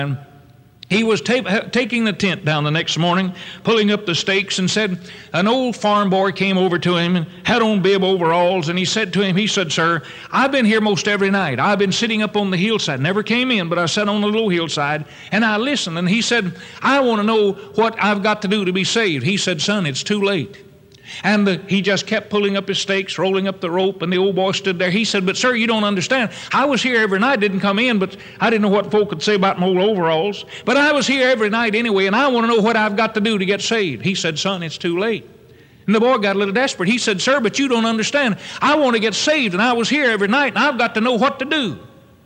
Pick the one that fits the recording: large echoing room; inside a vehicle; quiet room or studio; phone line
large echoing room